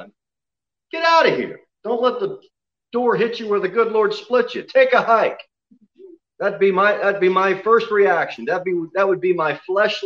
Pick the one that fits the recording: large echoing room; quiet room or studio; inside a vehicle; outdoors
large echoing room